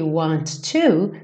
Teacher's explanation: soa somente um T, want to share all my love with you.